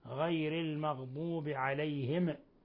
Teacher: قلقلة ميم عليهم حين الوقف عليها، يعني غير المغضوب عليهم، يقرأ هكذا غير المغضوب عليهم، والصواب غير المغضوب عليهم من غير تحريك وقلقلة.